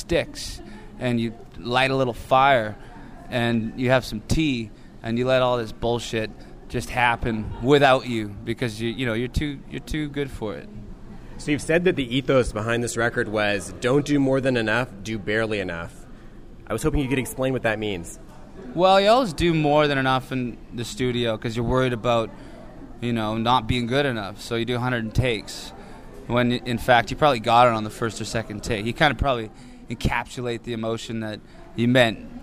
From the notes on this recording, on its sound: meet me at Cafe Deux Soleils, Commercial Drive’s legendary vegetarian eatery